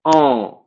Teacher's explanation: Le son doit sortir par la bouche comme par le nez. · Term: sons nasales